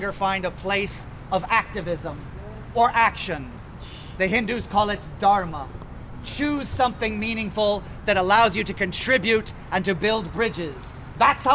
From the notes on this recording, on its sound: with sound and interviews from the vigil at LA City Hall